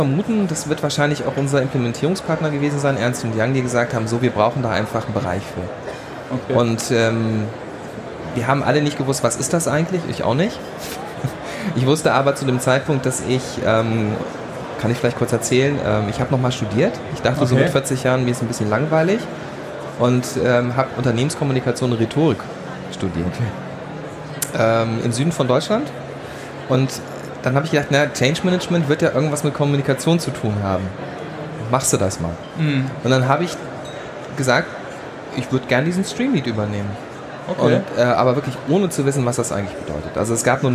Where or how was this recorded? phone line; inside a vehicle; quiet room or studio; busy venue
busy venue